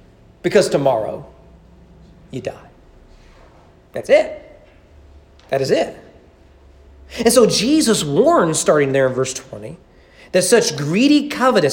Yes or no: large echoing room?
yes